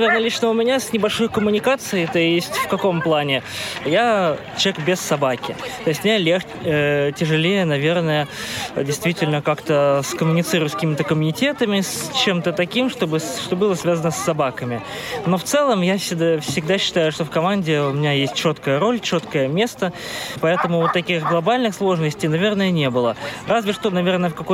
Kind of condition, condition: setting, outdoors